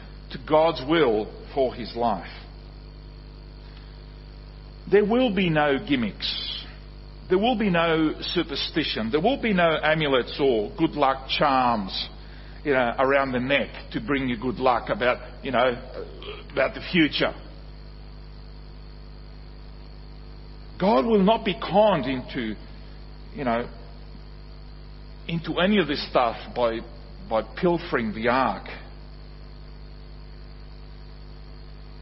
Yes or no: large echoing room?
yes